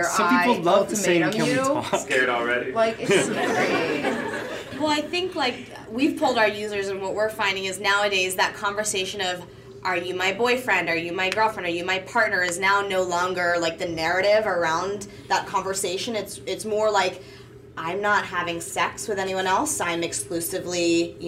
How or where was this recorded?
live audience